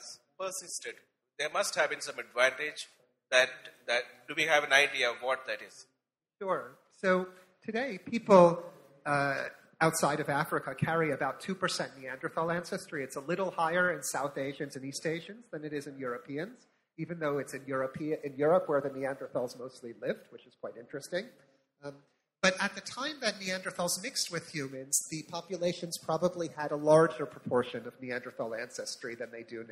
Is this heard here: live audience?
yes